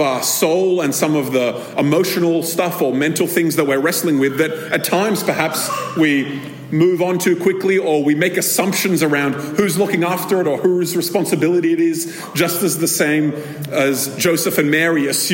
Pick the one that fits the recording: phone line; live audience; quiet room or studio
live audience